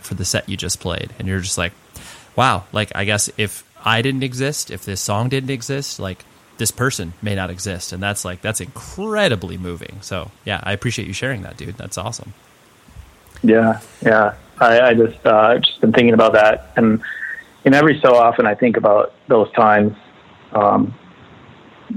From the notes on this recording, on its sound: We hang out one afternoon on the phone